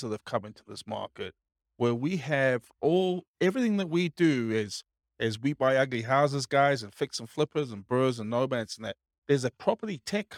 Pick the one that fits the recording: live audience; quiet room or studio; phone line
live audience